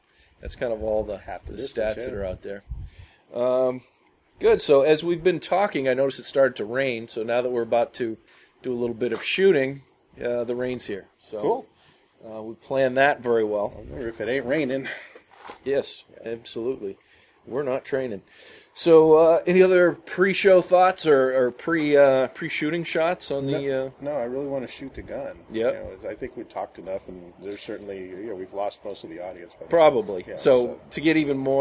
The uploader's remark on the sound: This review was recorded out in the field, so you'll be able to hear gun sounds (ahhhh, the sound of freedom!), wind blowing, and all the fun stuff that make for less-than-ideal recording conditions.